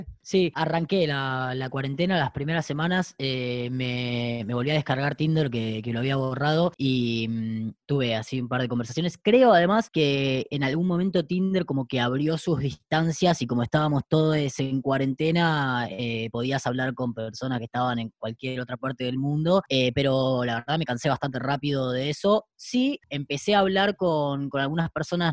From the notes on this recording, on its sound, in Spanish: Tuvimos la oportunidad de compartir zoom